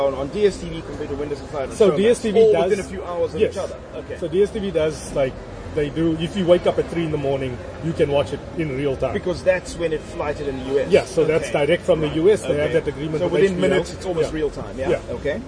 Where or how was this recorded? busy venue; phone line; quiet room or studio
busy venue